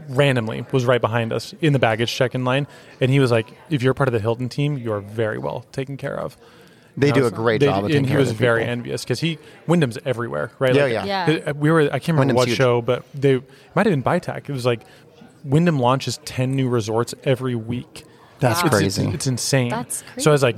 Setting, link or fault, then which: setting, busy venue